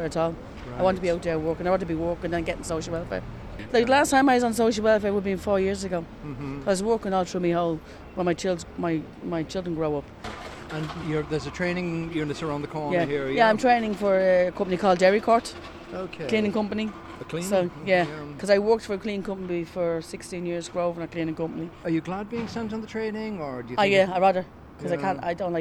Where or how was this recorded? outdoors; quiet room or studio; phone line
outdoors